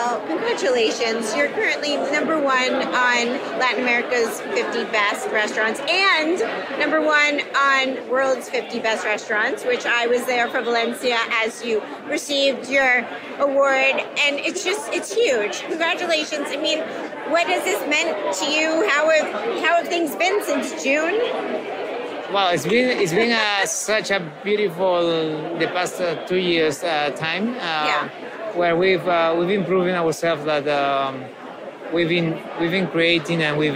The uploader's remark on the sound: "On the Road" at Latin America's 50 Best Restaurants 2023 in Rio de Janeiro, Brazil. An excerpt from the Awards' press conference.